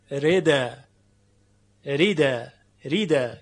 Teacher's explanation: یعنی حمزه حذف میشه، نقل و حذف صورت گرفته و ریده خونده میشه